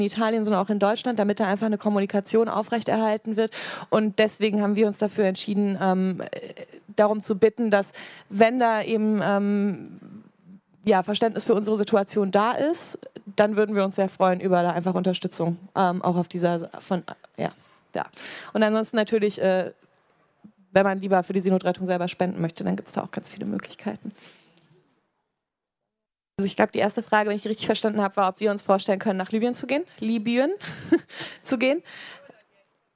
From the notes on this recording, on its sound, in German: auf der Hauptbühne beim Campfire-Festival in Düsseldorf